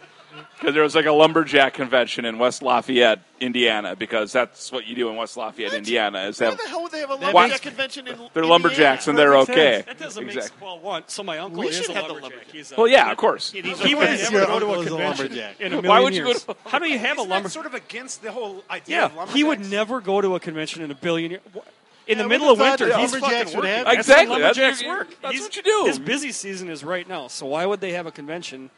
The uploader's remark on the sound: For this week's Sportive, we actually got out of the house and recorded at a bar, Gleeman and the Geek style.